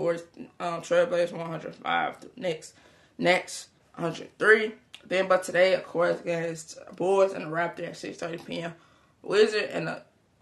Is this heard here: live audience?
no